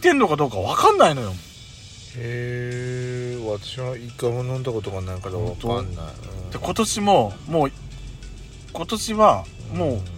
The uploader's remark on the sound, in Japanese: パーキング収録